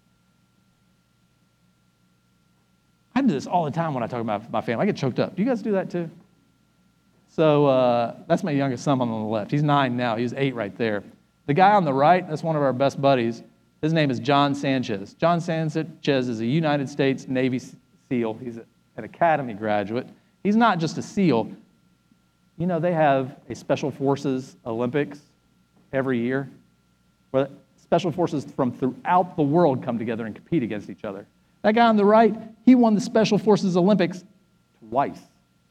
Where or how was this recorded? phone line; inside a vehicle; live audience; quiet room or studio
live audience